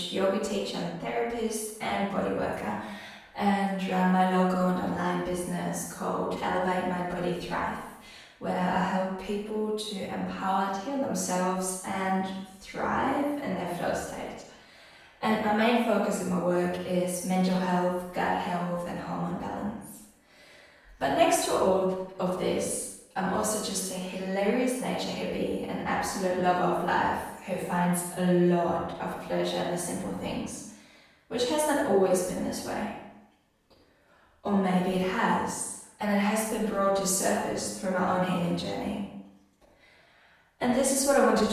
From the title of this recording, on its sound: Recorded Talk at Pechakucha Dunsborough